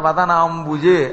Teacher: రెండోది అంబు శబ్దం, అక్కడ వదనాంబుజే అని ఒత్తకుండా తేలిగ్గా పలకాలి. మహాప్రాణం పలకూడదు.